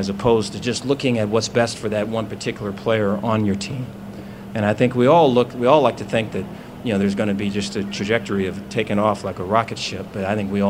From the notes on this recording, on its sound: press conference at Big 12 Football Media Days